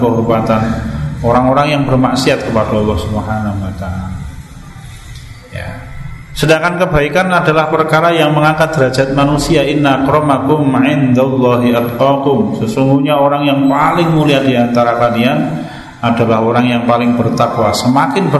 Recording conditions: large echoing room